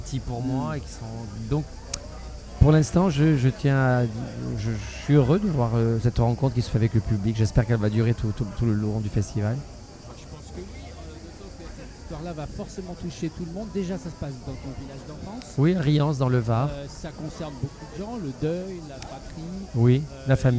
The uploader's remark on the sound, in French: En direct du Festival Off d'Avignon.